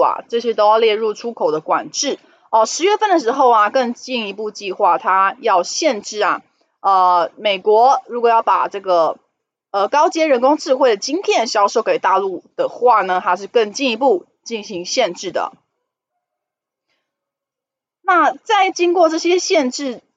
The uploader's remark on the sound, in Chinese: 本集有些許雜音，已亟力避免，如有察覺請多多包涵。